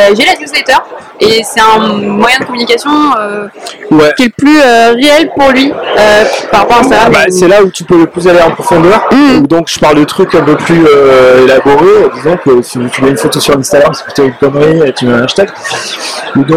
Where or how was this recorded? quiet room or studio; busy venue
busy venue